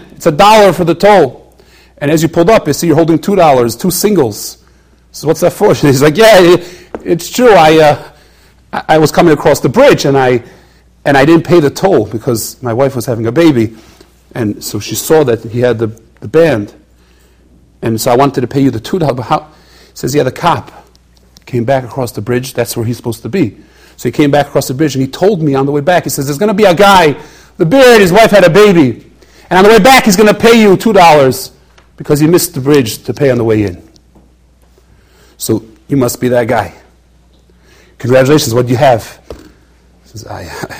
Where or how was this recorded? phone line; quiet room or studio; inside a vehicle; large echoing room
large echoing room